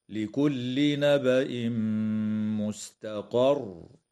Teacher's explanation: قوله تعالى لكل نبأ مستقر، يدغم التنوين في الميم مع الغنة في قوله تعالى نبأ مستقر، ويجوز الوقف على كلمة مستقر من قبيل الوقف الكافي مع مراعاة تشديد الراء حال الوقف · يدغم التنوين في الميم مع الغنة في قوله تعالى نبأ مستقر، ويجوز الوقف على كلمة مستقر من قبيل الوقف الكافي مع مراعاة تشديد الراء حال الوقف، هكذا: لكل نبأ مستقر.